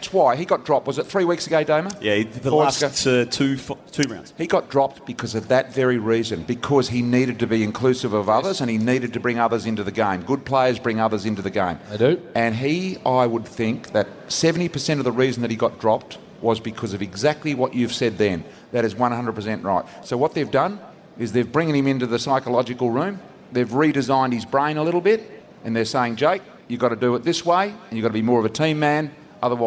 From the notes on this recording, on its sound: The grand final edition of the Saturday Rub live on site at the MCG.